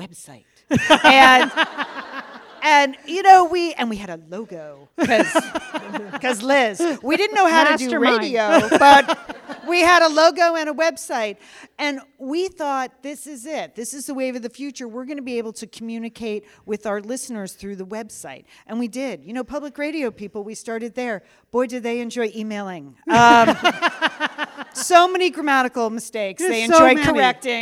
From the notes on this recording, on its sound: This was performed in front of a live audience at the Satellite Sisters Big Fun Weekend in Minneapolis October 14, 2023.